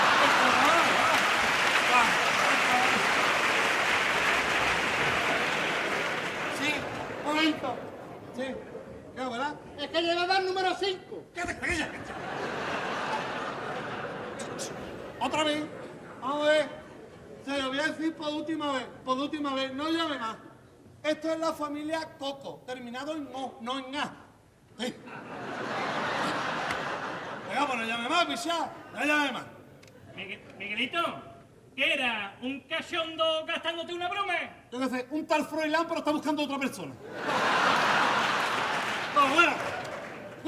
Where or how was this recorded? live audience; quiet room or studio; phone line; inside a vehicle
live audience